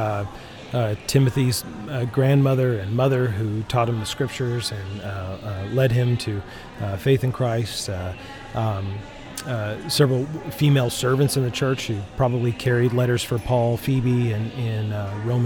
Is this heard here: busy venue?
yes